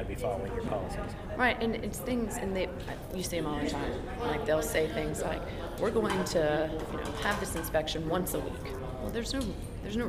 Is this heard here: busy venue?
yes